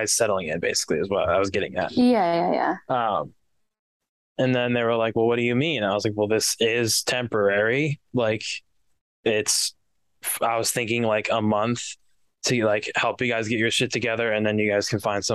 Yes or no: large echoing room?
no